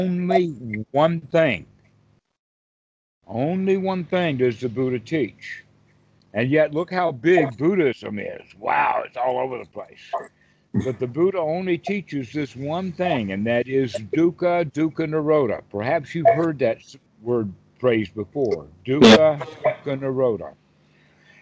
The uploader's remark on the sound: Skype calls on this channel. Recorded calls.